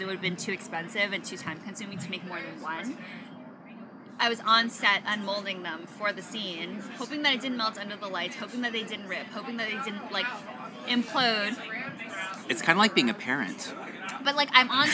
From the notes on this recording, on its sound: In this episode we go on location (socially distanced, of course) to chat with an art director and designer in her natural habitat: a tapas bar.